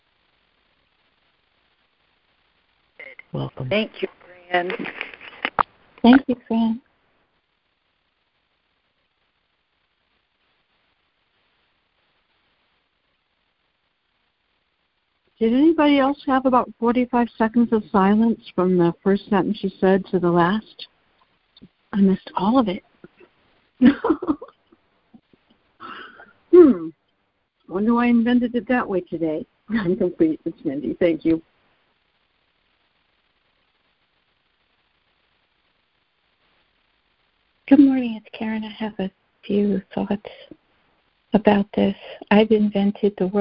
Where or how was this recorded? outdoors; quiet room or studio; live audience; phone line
phone line